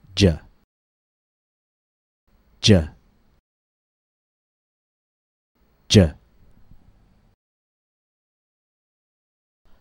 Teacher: The main difference between the consonants J and J is that for J, we stop the airflow completely using our tongue tip. Our tongue tip presses up against the gum ridge, stopping the air for a split second. J is a stop consonant.